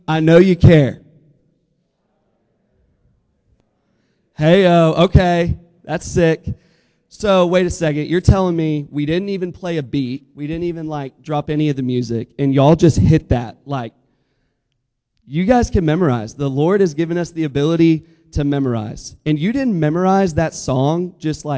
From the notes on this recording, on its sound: Listen to our live SMC 2024 recording!